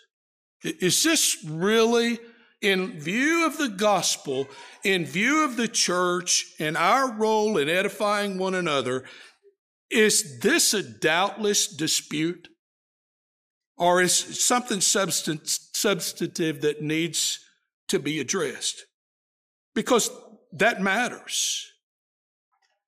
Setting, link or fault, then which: setting, large echoing room